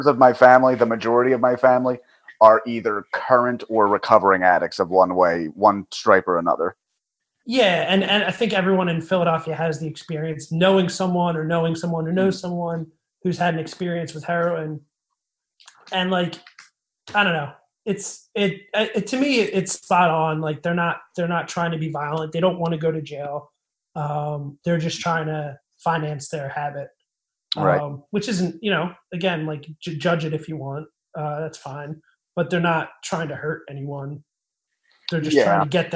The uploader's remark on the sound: Had some recording issues with this one, did my best to make the mix listenable